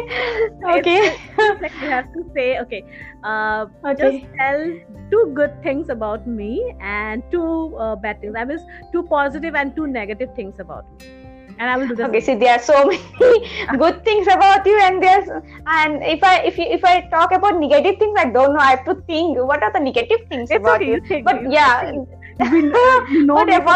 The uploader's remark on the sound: Please forgive us for the glitches.